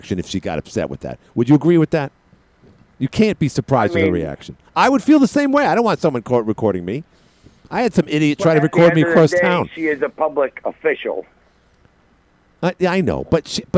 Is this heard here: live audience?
no